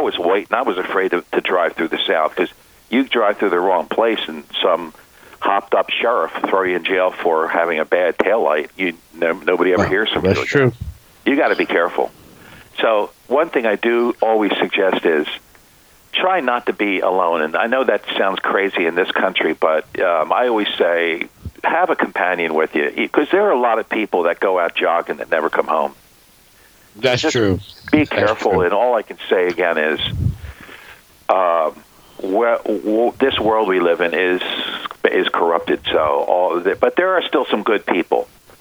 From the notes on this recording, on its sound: WURD listeners call in to add their reactions as well.